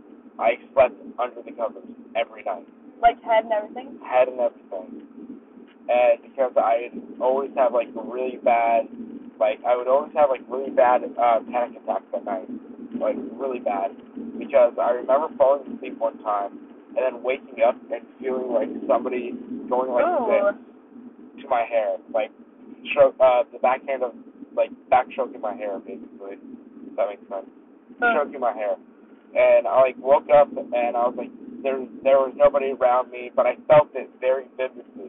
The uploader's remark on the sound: Me and a group of friends driving back from my trip to the middle of nowhere in Auburn.